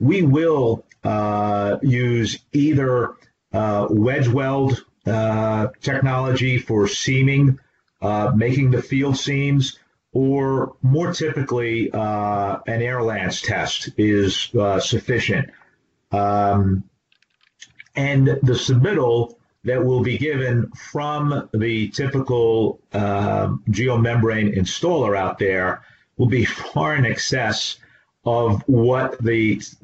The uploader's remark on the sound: This is an audio version of the FGI webinar.